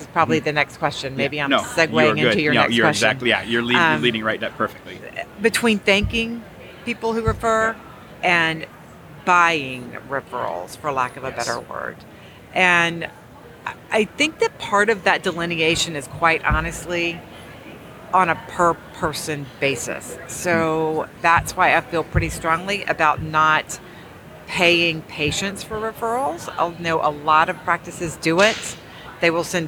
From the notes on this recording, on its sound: live from Smilecon.